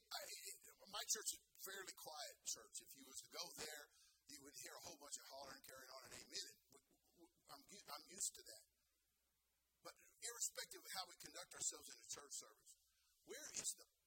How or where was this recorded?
large echoing room